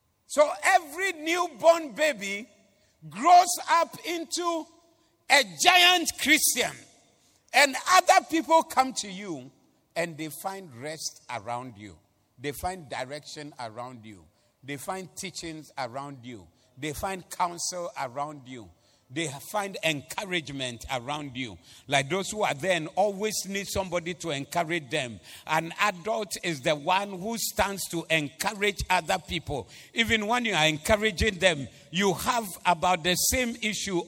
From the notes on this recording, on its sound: Preached at the Doxa Service 14082022